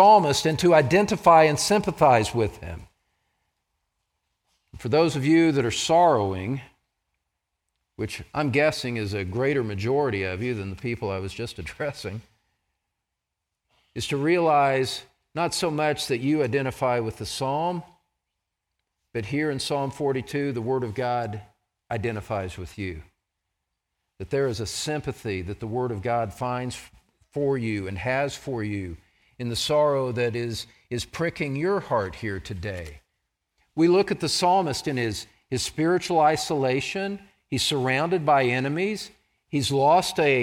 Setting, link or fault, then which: setting, large echoing room